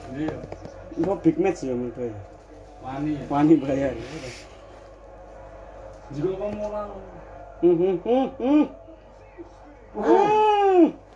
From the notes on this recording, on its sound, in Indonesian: sengaja direkam tanpa edit dan mengambil ambience sekitar ketika malam hari di seputaran HIK SOLO GRATIA